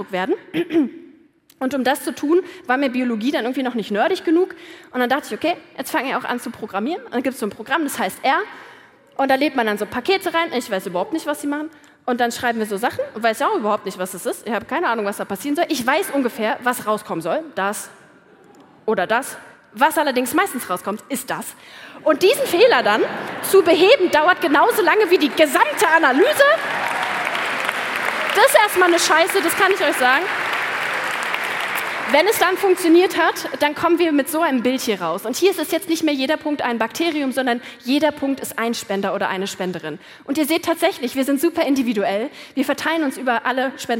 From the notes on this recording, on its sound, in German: Hört hier ihren Vortrag vom Meisterschaftsabendvon der großen Bühne.